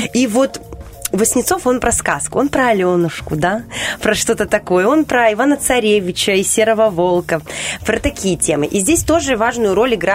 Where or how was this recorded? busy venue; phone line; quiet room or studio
quiet room or studio